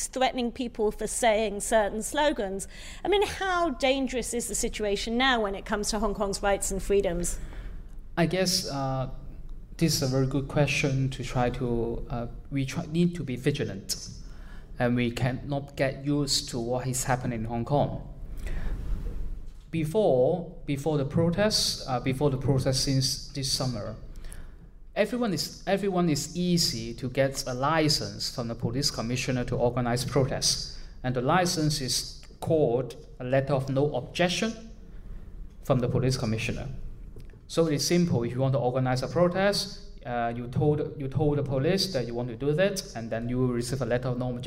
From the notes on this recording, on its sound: A live recording after a screening of Ten Years.